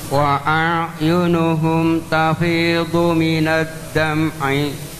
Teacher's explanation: Wa a'nya jangan sampai tebal.